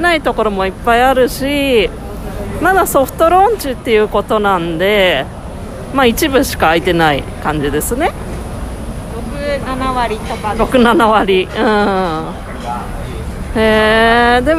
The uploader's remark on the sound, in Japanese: リニューアルオープンした街市から現地収録。いわゆる昔ながらの「街市」とは全然違う雰囲気にドキドキしながら、初めての現地収録です。